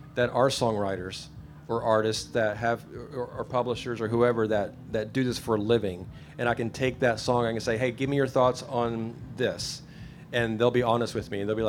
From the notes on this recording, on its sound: This week I’m talking with a live audience at Lifest in Osh Kosh, WI. Answering questions from the audience.